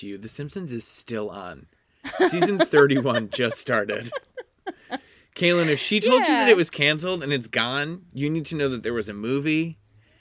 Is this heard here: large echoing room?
no